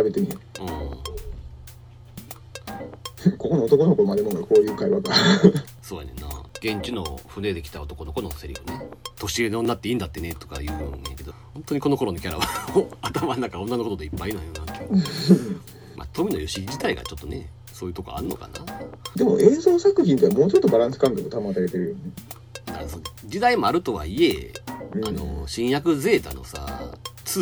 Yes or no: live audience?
no